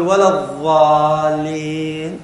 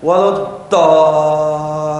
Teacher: وبعضهم ينطق الضالين فينطقها مساوية للضاء تماما، فيقول ولا الضالين وتبرز رأس لسانه · Shown in: first take